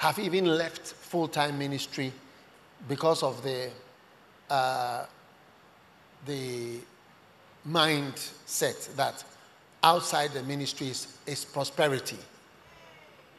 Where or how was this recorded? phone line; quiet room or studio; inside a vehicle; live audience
live audience